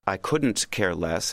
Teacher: The negative part of couldn't is the unstressed part of that particular sequence of syllables. And so if you're speaking quickly, you could easily swallow an unstressed syllable.